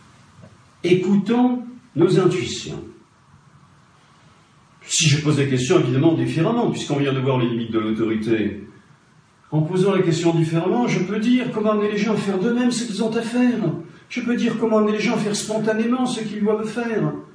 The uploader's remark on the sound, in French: Format: Original Recording. Notez que l'audio ne remplit pas toutes nos exigences de qualité.